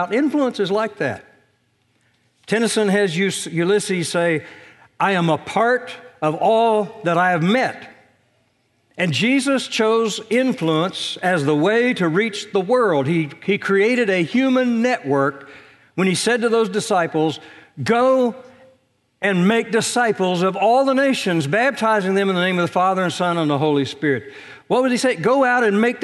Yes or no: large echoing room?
yes